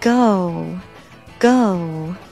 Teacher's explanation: 把它发充分，不要嗯偷懒，把它发成够不够的那个够够就不好听，要 go 前面 a 像 u 滑动的那个 a 不要把它省略